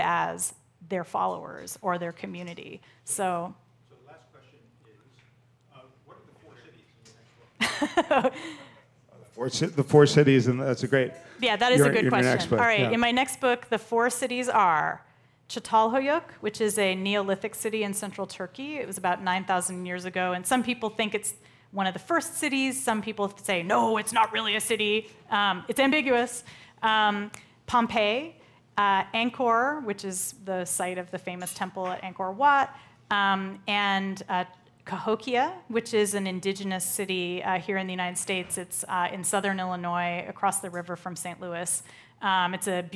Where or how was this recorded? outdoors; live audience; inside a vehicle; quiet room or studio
live audience